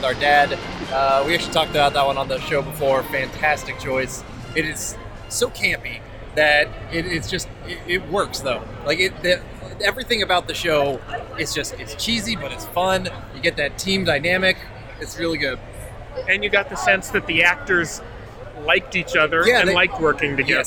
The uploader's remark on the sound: Recorded live at Long Beach Comic Con! Talked to folks around the con.